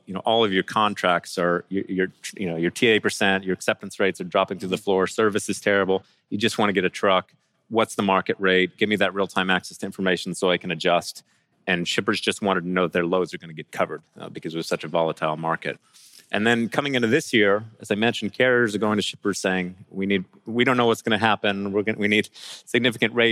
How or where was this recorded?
busy venue